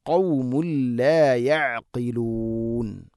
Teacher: ഐൻ തൊണ്ടയുടെ മധ്യഭാഗം, ഖാഫ് ചെറുനാക്കിൻ്റെ ആ ഭാഗവുമാണ് മഖ്റജ്